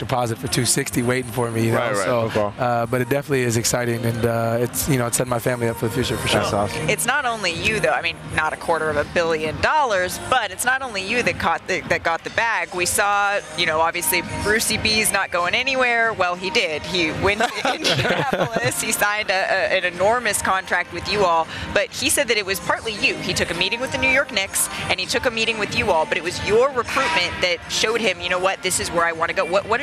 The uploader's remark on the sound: Live from Vegas Summer League